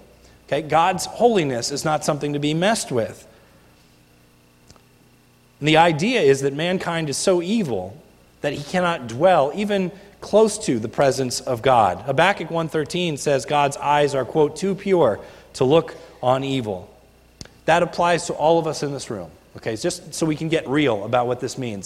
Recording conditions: large echoing room